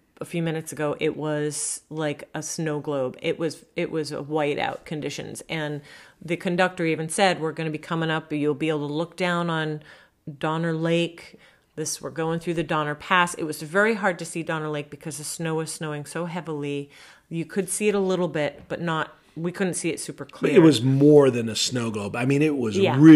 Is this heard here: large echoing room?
no